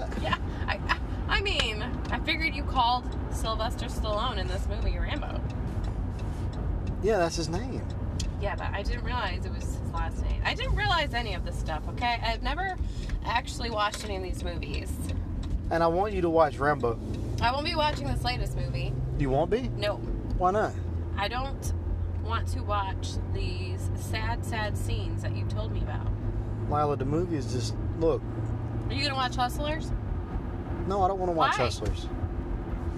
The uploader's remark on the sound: It's on the road this time! Finally squeeze one out while driving to their date.